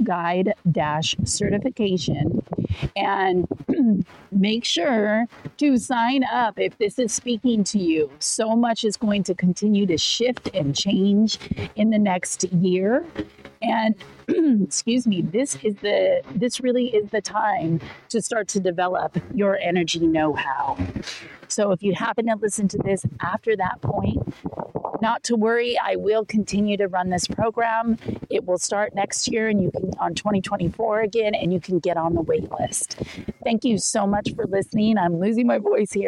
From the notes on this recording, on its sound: raw and uncut solo podcast recorded outside on a stormy day